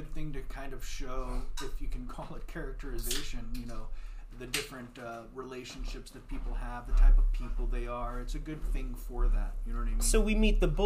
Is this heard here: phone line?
no